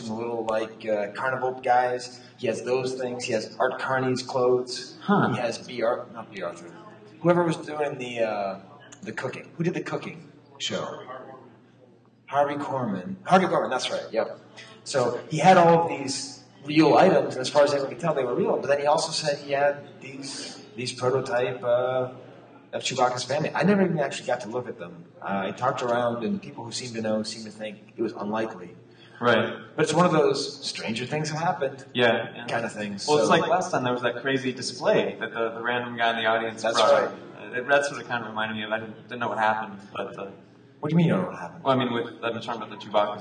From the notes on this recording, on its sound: The sound quality is a bit rough, and most of the room sale audio was lost. Our market watch is taken exclusively from data collected at the convention.